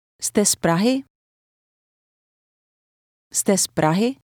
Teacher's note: It contains a fast Z sound, which will attach itself to the word before it.